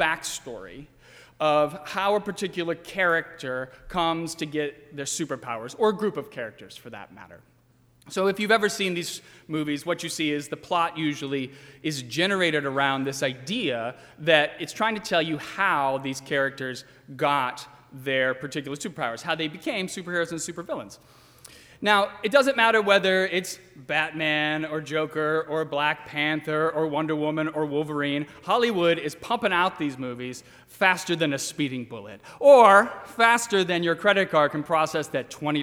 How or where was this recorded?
large echoing room